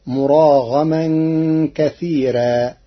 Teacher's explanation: قرأ ورش كلمة كثيرا بترقيق الراء فتصير مراغما كثيرا لوجود الياء الساكنة قبلها.